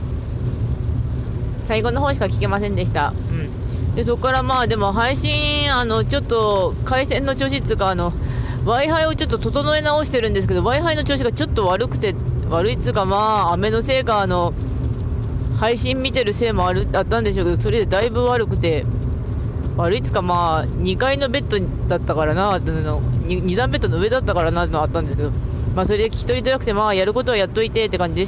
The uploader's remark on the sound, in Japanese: 車の中の土曜日。From Radiotalk。